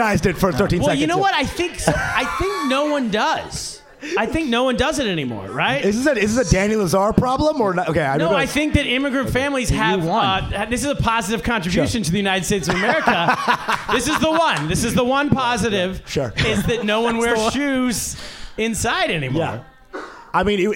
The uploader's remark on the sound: Live Podcast. Live from Stand Up NY!